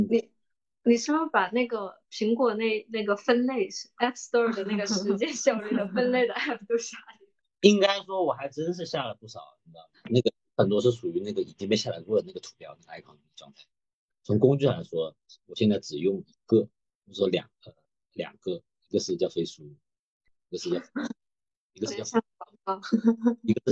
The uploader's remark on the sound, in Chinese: 本期节目为线上录制，音质稍有瑕疵望大家谅解。